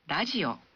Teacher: huruf R dalam kata radio diucapkan seperti antara bunyi huruf R dan L